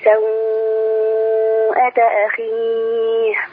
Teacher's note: لأن هذا هو مد لين مهموز ففيه التوسط والإشباع